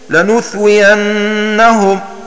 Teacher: بإبدال الباء الموحدة المفتوحة ثاء مثلثة ساكنة مع تخفيف الواو وإبدال الهمزة المفتوحة، فيصير النطق بثاء مثلثة ساكنة بعد النون المضمومة وبعد الثاء واو مكسورة مخففة وبعدها ياء مفتوحة كما قرئ بها.